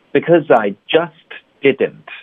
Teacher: just 这特音彻底省略